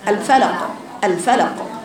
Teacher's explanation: قلقلة كبرى وهي في الساكن سكونا اصيلا